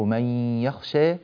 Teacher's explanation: فكلمة من يخشى أدخلنا النون في الياء، فانتقلنا من ميم في اللفظ ما إلى ياء مباشرة مي، إلا أننا صاحبنا هذه الياء بصوت الغنة من الأنف مي، الأنف له صوت ومؤثر، إذن يوجد غنة، فهذا إدغام مع الغنة، إدغام مع الغنة.